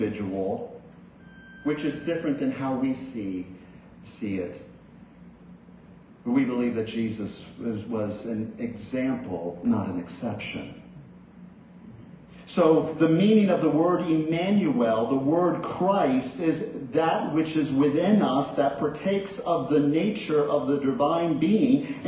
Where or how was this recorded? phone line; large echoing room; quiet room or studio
large echoing room